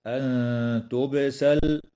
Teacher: وتخفى النون الساكنة عند التاء مع الغنة مرققة